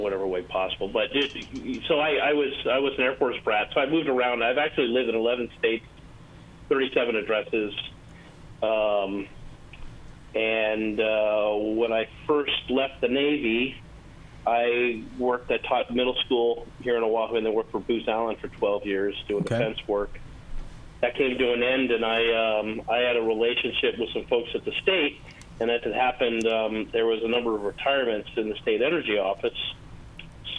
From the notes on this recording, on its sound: Hawaii Energy Conference. A live call. A sit down with conference chair.